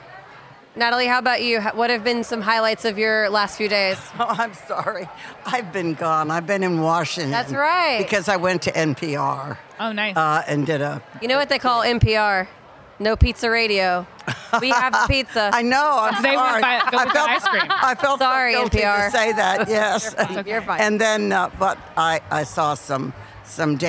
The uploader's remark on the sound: HRN On Tour recorded live at Charleston Wine + Food.